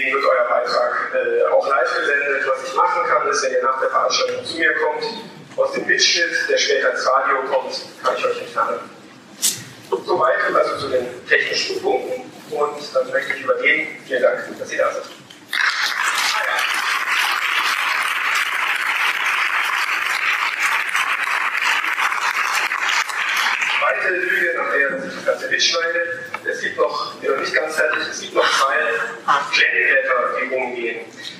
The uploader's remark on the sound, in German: Wir dokumentieren hier die Diskussion der DGB Hochschulgruppe. Die schlechte Tonqualität ist zu entschuldigen.